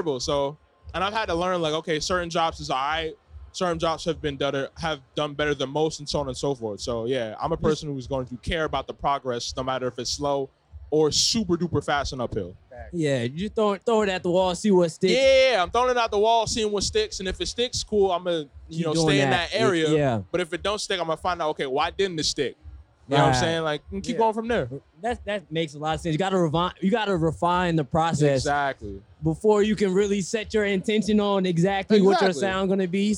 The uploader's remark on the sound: Featuring seven interviews conducted live during the recent Digilogue Day music and tech festival hosted by Digilogue.